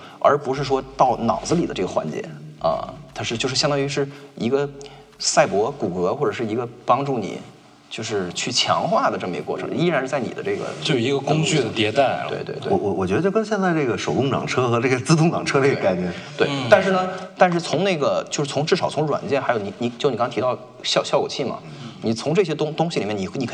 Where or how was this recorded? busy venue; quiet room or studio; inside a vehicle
busy venue